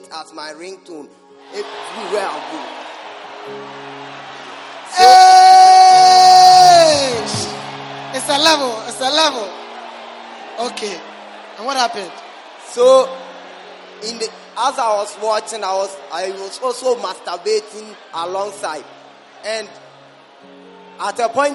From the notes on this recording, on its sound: Preached at the Prophetic Encounter Service.